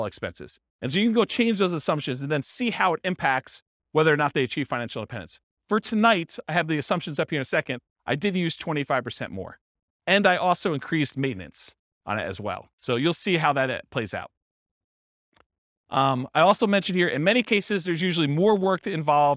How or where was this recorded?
live audience